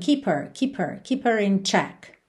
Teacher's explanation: Lembra que esse H do her, muitas vezes acaba sumindo.